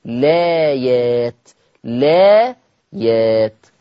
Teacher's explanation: لو بدأنا باللام مباشرة وحذفنا وشلنا همزة الوصل يبقى مناش إلا قصر البدل حركتين